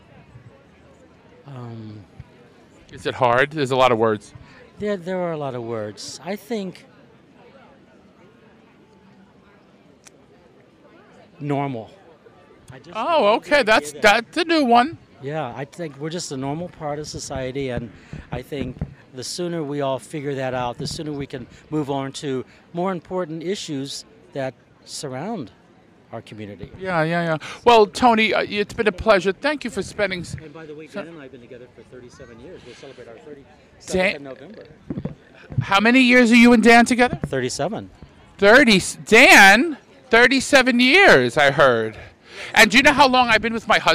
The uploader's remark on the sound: At Bloomington Pride 2023. Talks to attendees of the Bloomington Pride Festival.